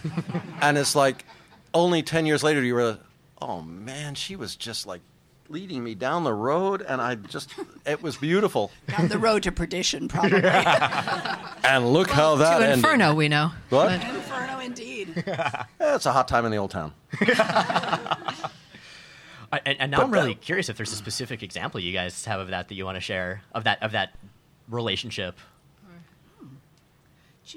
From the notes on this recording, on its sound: Live at NYCC. Our first-ever live show on the East coast!